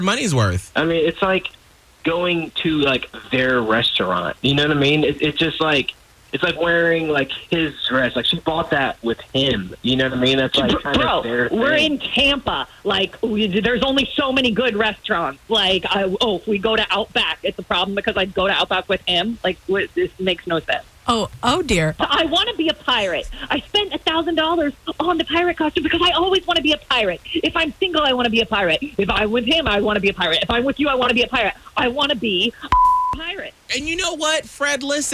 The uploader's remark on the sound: on the phone